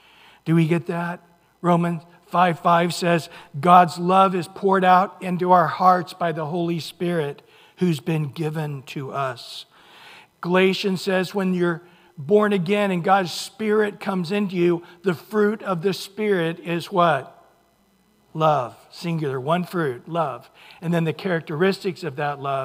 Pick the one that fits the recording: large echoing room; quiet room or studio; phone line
large echoing room